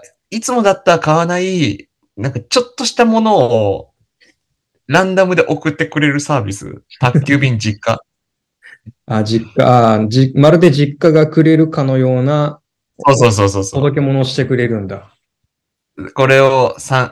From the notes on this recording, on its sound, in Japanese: 今回は諸事情によりリモートでの収録です！聞こえづらくてすみません！